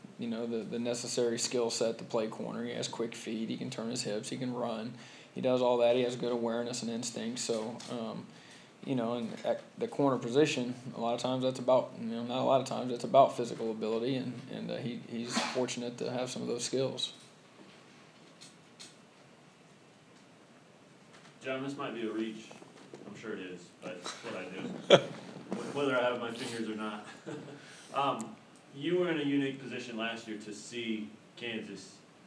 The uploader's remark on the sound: Press Conferences & Post-Game Interviews